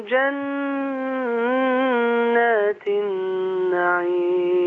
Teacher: انت في جن زودت شوية الغنة ماشي؟ والنعيم قللت الغنة شوية، عايزين نخليها بين الاتنين بقى.